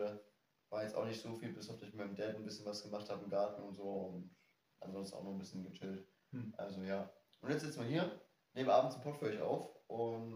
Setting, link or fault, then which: fault, poor microphone